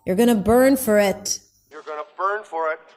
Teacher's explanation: So the vowel there reduces to a schwa. You're gonna burn higher in pitch, longer. So he stretches the word